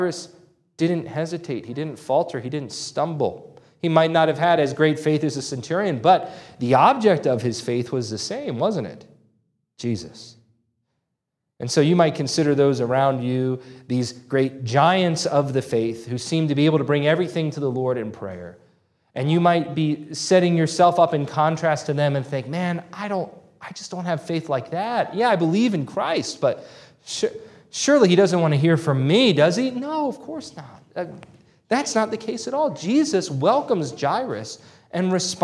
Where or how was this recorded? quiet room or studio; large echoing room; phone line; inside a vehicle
large echoing room